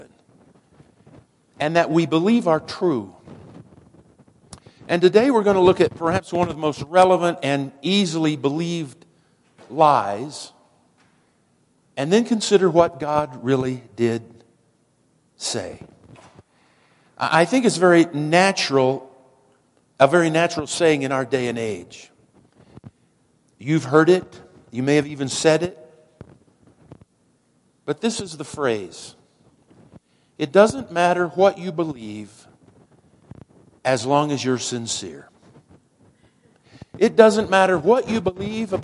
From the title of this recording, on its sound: Woodland Life Church Live